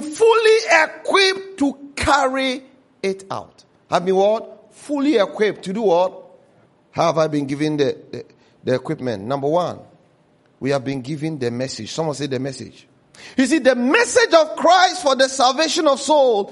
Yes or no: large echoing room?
yes